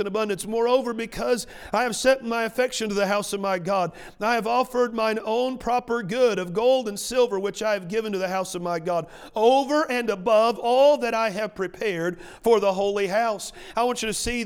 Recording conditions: large echoing room